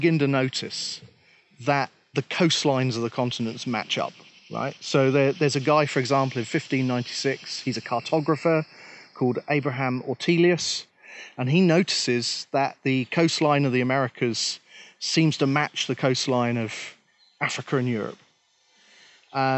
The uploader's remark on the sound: At the Great Smoky Mountains! This episode was recorded in the park and therefore has road, cicada, and creek noise in the background.